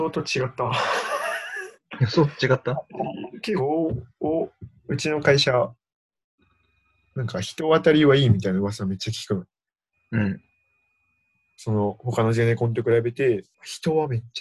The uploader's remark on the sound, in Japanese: リモート録音なので音質はそこまでよくありません。